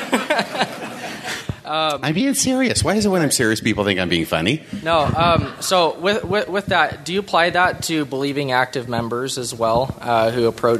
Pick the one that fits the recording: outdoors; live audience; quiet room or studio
live audience